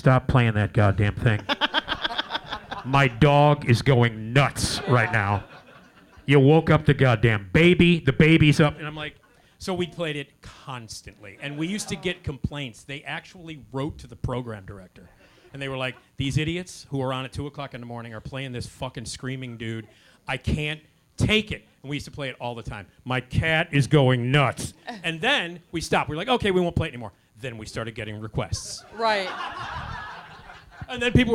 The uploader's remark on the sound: Recorded at Zanies Comedy Club in Rosemont, Illinois. The show includes hilarious audience interaction. The classic “Screaming Guy” sound effect is played for the crowd.